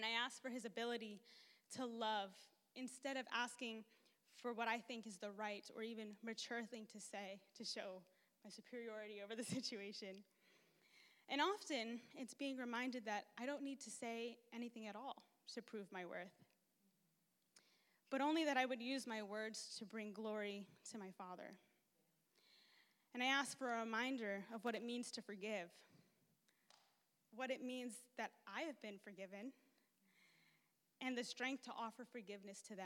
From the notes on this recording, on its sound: takes the stage at Wednesday Night Live